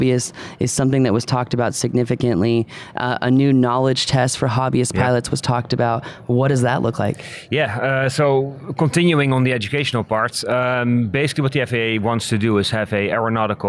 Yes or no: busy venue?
yes